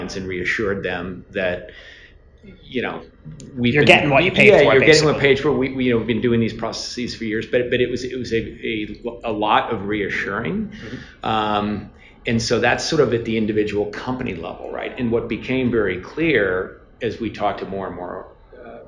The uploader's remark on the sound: Live from the Point of Care Communication Council industry summit